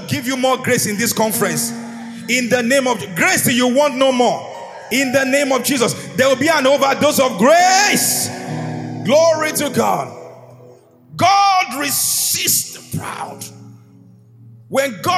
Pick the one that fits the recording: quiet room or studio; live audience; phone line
live audience